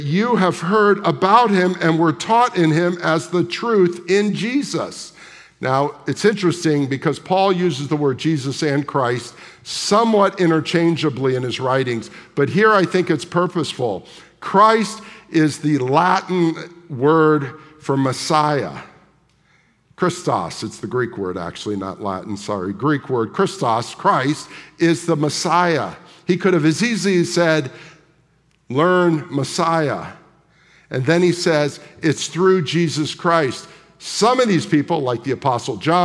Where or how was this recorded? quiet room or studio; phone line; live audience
live audience